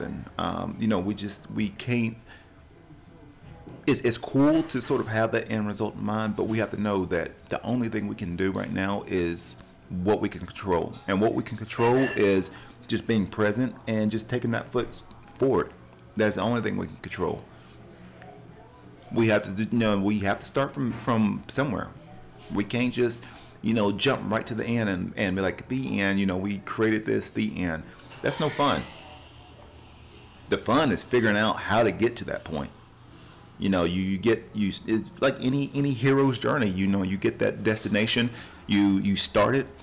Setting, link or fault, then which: setting, busy venue